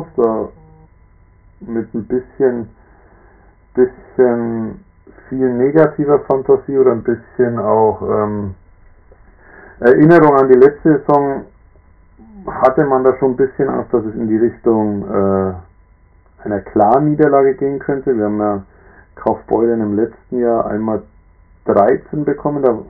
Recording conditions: poor sound quality